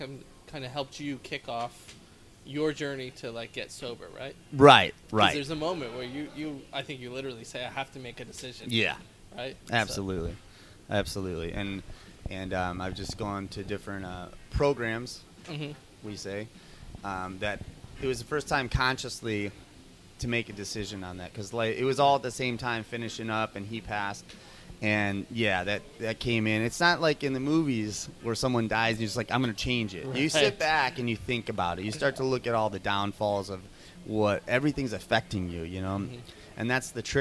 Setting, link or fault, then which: setting, busy venue